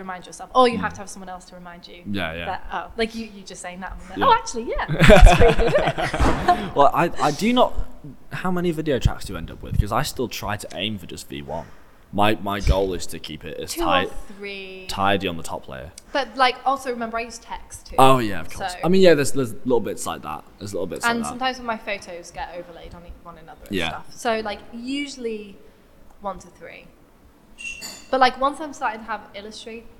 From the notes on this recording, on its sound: Thank you to the Old Red Bus Station for letting us record in their upstairs cantina!